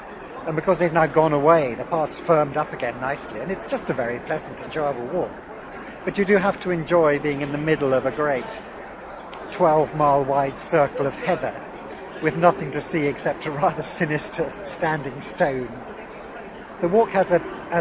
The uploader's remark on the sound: The recent Outdoors Show at Birmingham’s National Exhibition Centre gave us an ideal opportunity to catch up with old friends who we normally speak with over scratchy telephone lines.